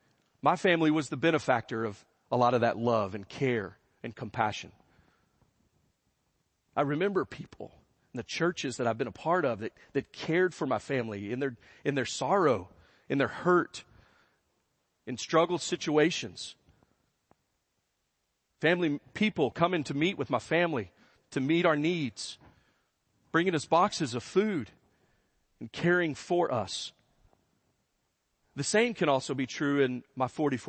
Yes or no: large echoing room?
yes